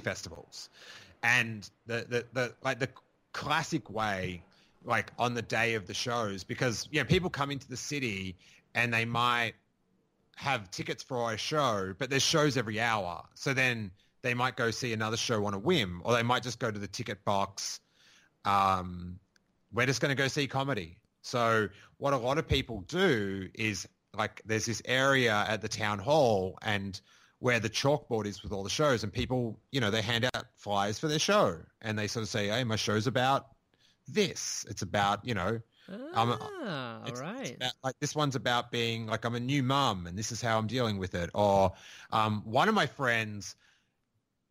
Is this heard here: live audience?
no